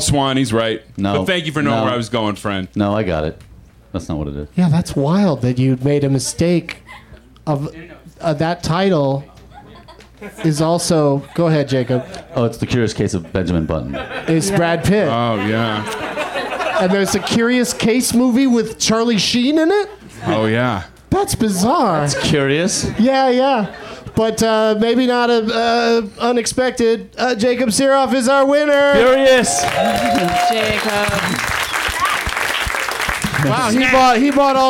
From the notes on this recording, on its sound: Back at the UCB Franklin in Los Angeles